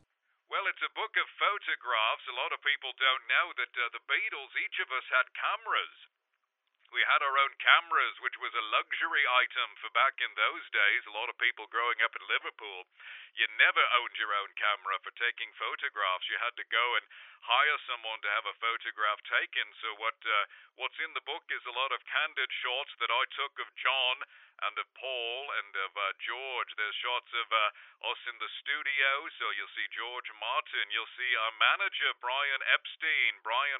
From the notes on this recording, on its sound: called